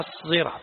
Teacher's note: لابد من التفخيم كأنه موصل اللسان إلى أعلى الحنك إلى مخرج الصاد المفخمة